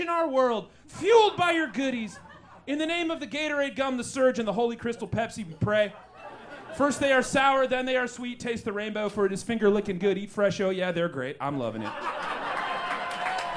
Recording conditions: live audience